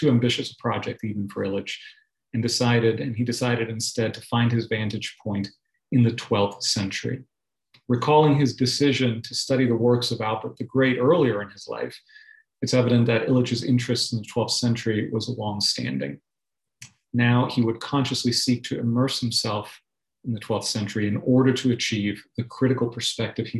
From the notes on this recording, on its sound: Delivered as a Zoom webinar.